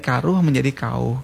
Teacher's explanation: Jadi er itu lesap dalam proses sejarah. Jadi dari karuh menjadi kauh.